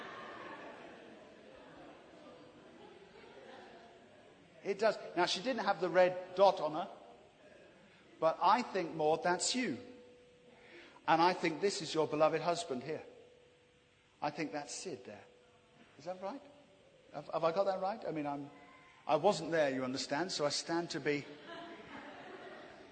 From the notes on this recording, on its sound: This is a recording of our special "Pentecost 100" celebration in January. The service concludes, perhaps appropriately, with worship and the live manifestation of spiritual gifts.